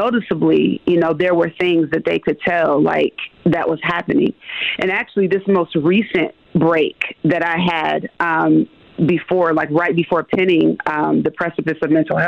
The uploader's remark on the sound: call in to MKE in the Morning